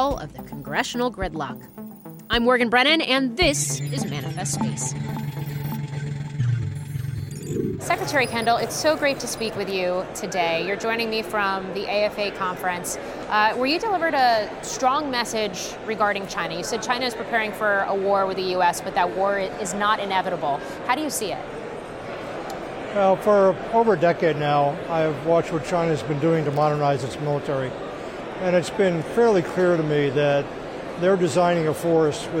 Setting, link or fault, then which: setting, busy venue